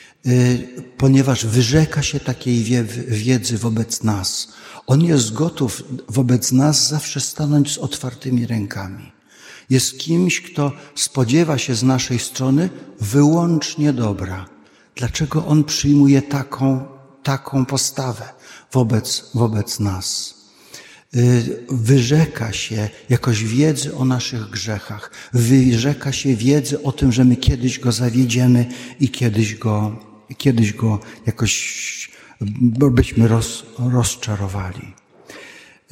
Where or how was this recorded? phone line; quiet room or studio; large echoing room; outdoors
large echoing room